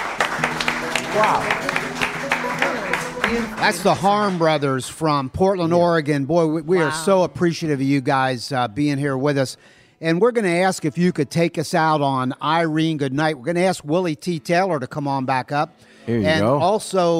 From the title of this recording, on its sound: Live From Whispering Beard